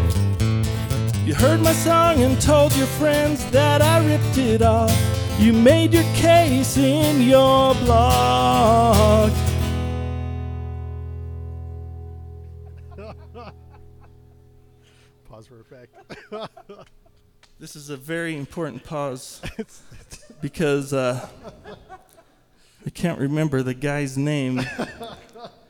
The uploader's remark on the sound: If you listen closely, you can often hear myself chuckling over the witty versus. Recorded LIVE at The Monarch during Ogden's First Friday Art Stroll.